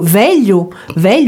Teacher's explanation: C'est un son assez difficile à prononcer, je l'avoue, puisque euh, on doit le prononcer, ces deux lettres, comme si on avait les deux L, deux meilleurs, mais en mettant la langue à plat contre le palais. Alors c'est un truc à essayer euh, devant le miroir. · Term: L mouillé